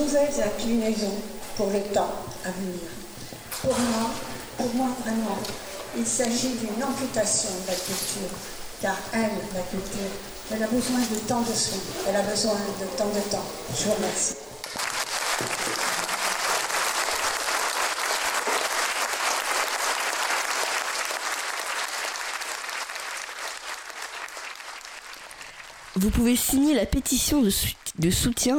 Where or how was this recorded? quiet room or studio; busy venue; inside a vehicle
busy venue